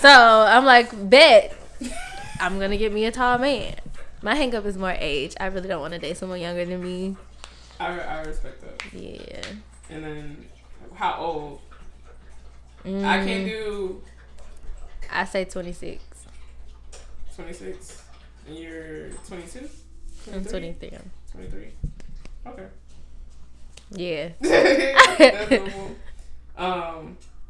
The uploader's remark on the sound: The audio will be better next episode.